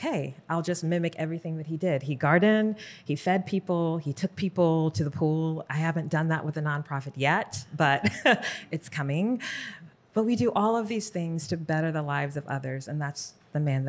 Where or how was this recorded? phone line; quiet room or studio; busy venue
busy venue